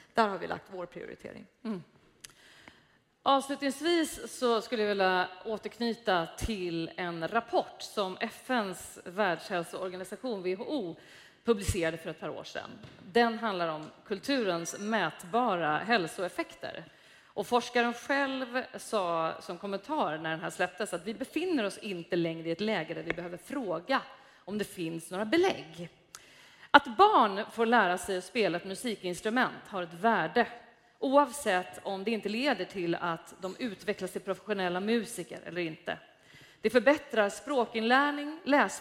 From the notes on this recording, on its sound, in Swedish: Inspelat live på stora scenen inför publik på Musikaliska Kvarteret. När Scendödsfestivalen hölls.